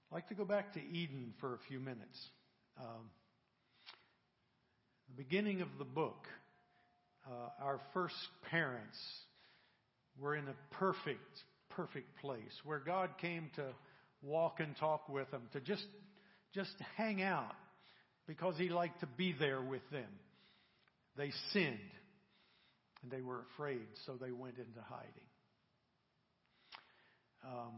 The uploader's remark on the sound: Monday mornings session. From the 2019 Youth Conference.